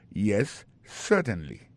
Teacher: accent tombé sur premier syllabe là yes certainly t'aimerais prendre pour encore yes certainly comprenez accent tombé sous premier syllabe là.